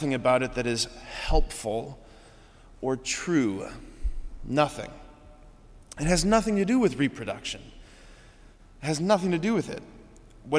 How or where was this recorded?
large echoing room